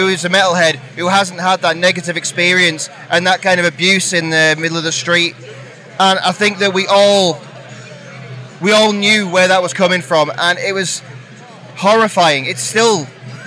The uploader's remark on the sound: From our 'Live from Bloodstock 2023' series